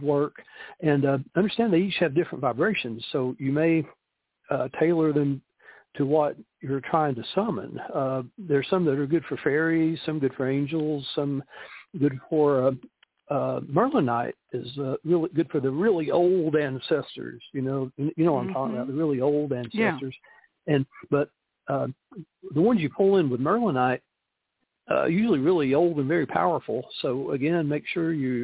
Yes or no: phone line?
yes